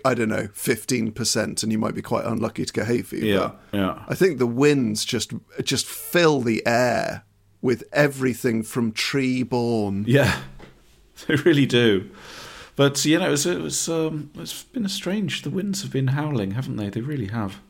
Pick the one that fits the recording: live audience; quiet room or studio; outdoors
quiet room or studio